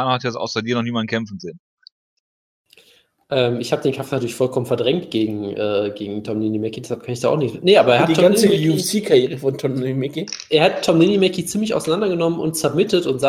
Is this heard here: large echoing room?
no